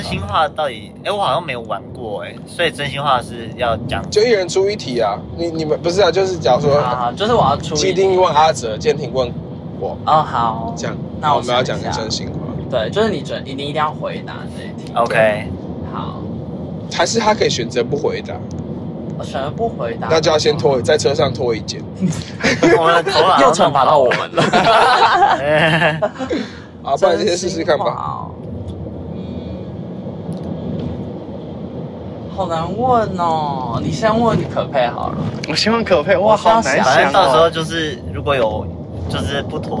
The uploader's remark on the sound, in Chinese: 前往森林音樂祭的保母車上。車速過快，瘋狂消音嗶嗶嗶！！本集於保母車上錄製，底噪較大敬請見諒。